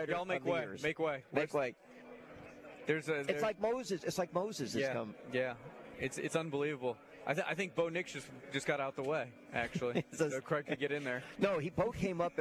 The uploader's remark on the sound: LIVE from day two of The Senior Bowl!